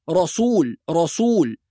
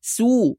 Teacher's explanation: بعض القراء يفخم السين المضمومة، ومن أكثر الحروف التي تتعرض للتفخيم في غير محله الحروف المرققة المضمومة، لأن الضم حركة ثقيلة، فبعض الناس يقول رسول رسول فيحول السين إلى صاد، وهذا خطأ. يبقى نقول لا بد من المحافظة على إظهار السين مرققة · Shown in: second take